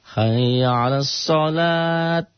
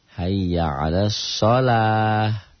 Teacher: Kalau tak marbutoh dihentikan bunyinya menjadi ha. · Shown in: second take